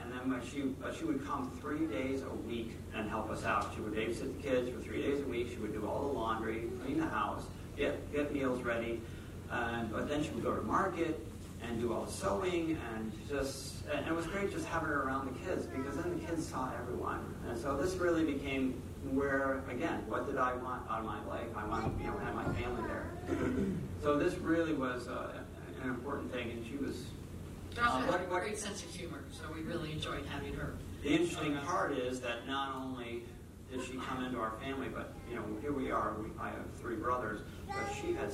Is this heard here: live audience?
yes